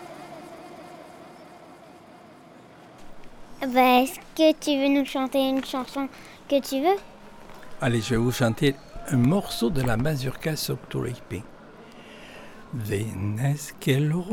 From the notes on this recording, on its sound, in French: Ils les ont enregistrés au marché, sur les places, sur le port, au jardin. Avec quelques grenouilles et les vagues dans la calanque.